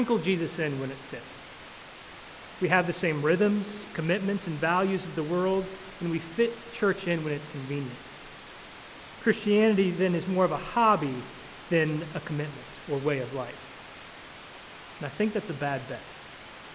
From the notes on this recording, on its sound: Pardon us for the sound quality of this recording! Technical difficulties on Sunday.